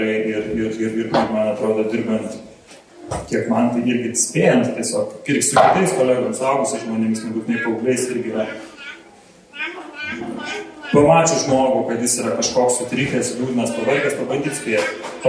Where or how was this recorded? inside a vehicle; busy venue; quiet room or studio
busy venue